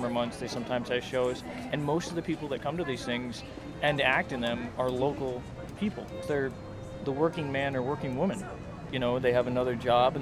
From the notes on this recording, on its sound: During the Center’s 2 day, Fall Free For All. Tacoma, WA. Many Thanks to everyone who stopped to talk.